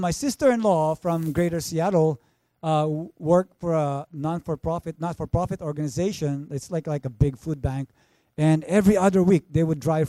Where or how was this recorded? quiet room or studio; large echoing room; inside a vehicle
large echoing room